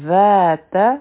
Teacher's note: چې دی مونږ به خپله ژبه د برغاښونو د لاندې راولو ذال به دوه حرکه اوږد کړو تا به نه اوږدوو